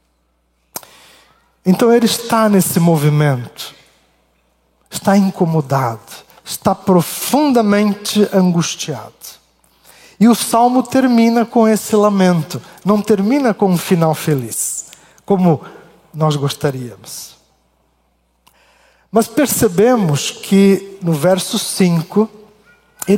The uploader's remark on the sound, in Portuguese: Culto Ao vivo IBMorumbi